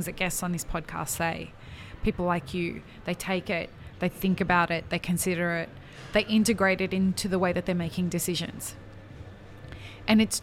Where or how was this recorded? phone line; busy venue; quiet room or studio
busy venue